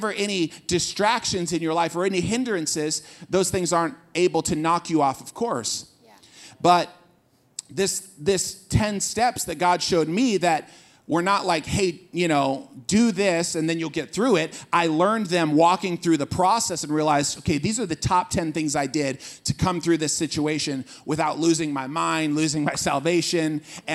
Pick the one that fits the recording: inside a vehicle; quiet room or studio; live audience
live audience